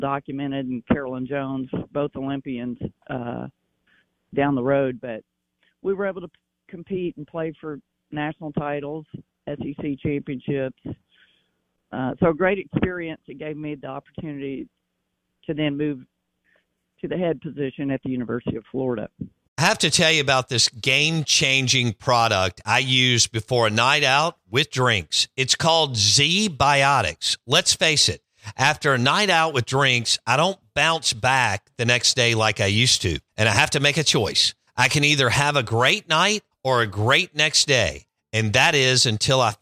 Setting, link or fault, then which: link, phone line